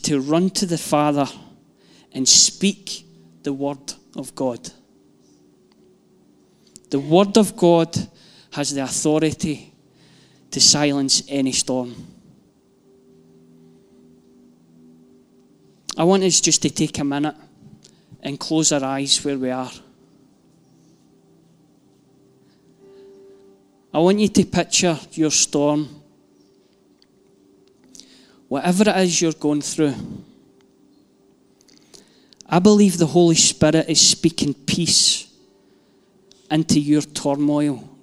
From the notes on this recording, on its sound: Live from our Sunday gathering